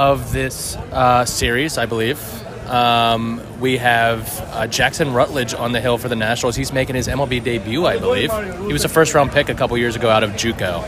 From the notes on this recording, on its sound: Live from PNC Park. Pirates game at PNC Park and drink a Woodbridge Cabernet from plastic cups. Get ready for ballpark sounds and good times.